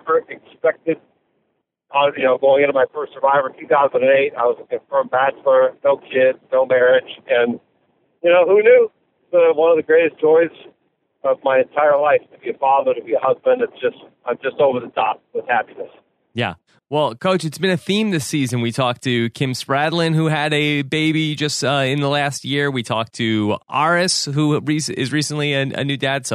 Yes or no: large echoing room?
no